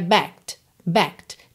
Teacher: Backed, no passado, você não fala o E, tá? Se escreve B-A-C-K-E-D, mas você não pronuncia o E.